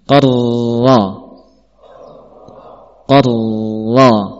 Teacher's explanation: Contohnya qarra yang namanya menghilangkan sifat ra, ya. Taib, harus ada getaran, tapi getaran itu hendaknya jangan berulang-ulang, cukup sekali kita menggetarkan ujung lidah, selebihnya tidak ada getaran lagi.